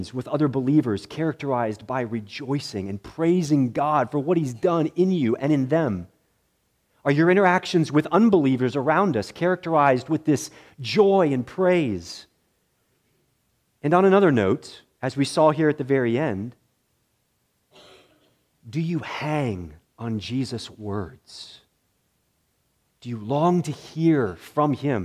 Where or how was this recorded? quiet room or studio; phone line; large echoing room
large echoing room